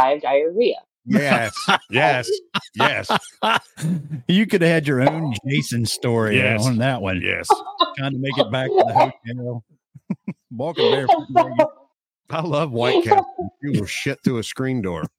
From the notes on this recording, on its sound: Our first "video" interview. There are some audio issues during the course of the conversation.